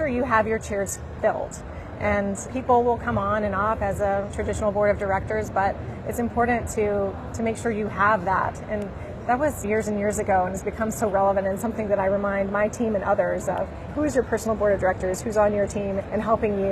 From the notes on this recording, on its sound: live from ViVe 2023